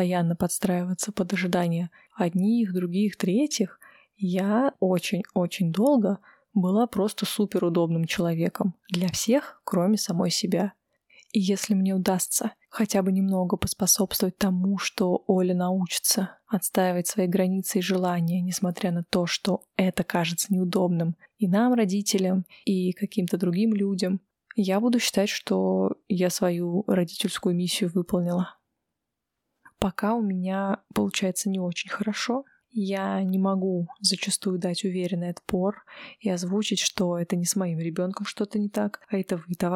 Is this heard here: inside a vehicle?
no